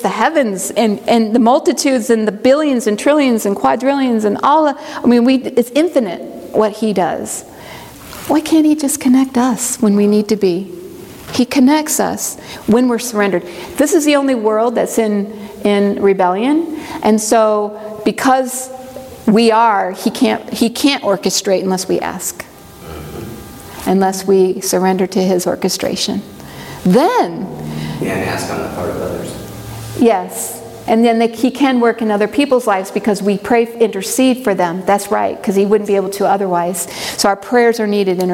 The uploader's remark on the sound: presentation from the Bible study training track at the 2023 Propel Conference